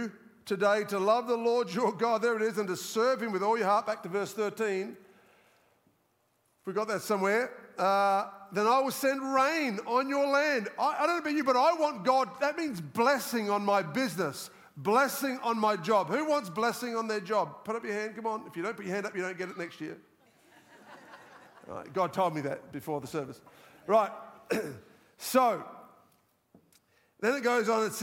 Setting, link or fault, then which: setting, live audience